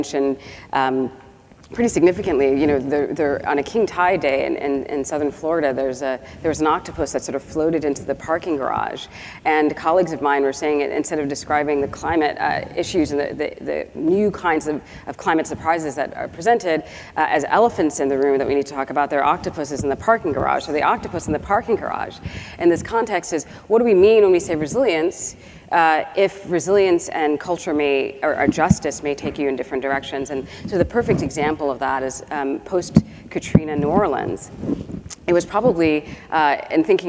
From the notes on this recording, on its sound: The best of live interviews from GreenBiz events.